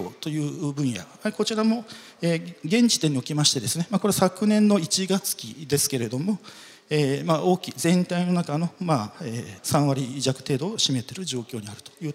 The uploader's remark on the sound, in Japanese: 東京証券取引所で開催した「J-REITファン2017」に登壇した